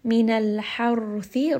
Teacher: ra here is going to be heavy because the letter before has fatha.